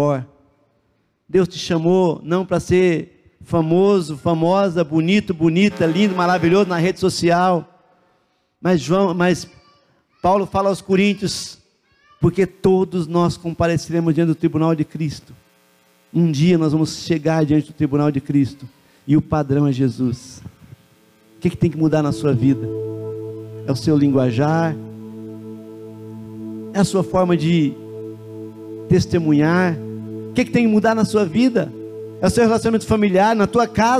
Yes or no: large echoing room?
yes